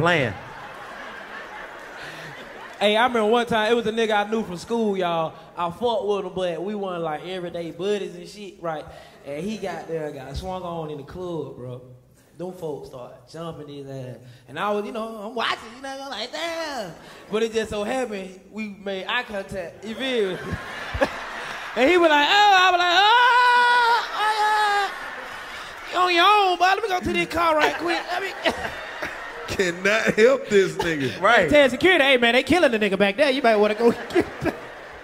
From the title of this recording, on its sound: Live From The Nashville Comedy Festival